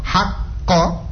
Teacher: Ha dengan ko beda. Jadi kalau ha baca tipis, ko-nya yang ditebalkan